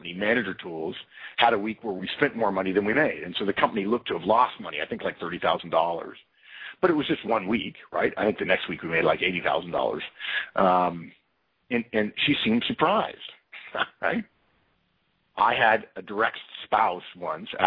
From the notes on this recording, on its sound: April 2012 Conference Call